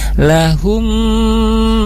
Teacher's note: Kemudian di lahum ada mim sukun bertemu mim, di sana ada hukum idgham mislain atau idgham mimi, bertemunya dua huruf mim, maka dimasukkan mim pertama ke mim yang berikutnya, kemudian ditahan sekurang-kurangnya tiga harkat